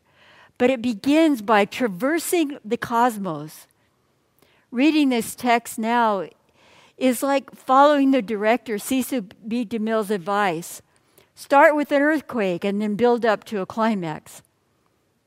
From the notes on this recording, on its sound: Message delivered during the Traditional Worship Service on the First Sunday of Advent. San Marino Community Church.